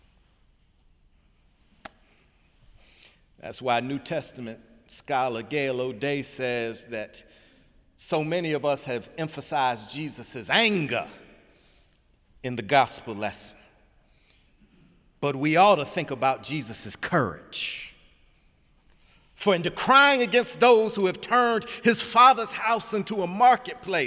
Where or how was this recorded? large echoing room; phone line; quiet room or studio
large echoing room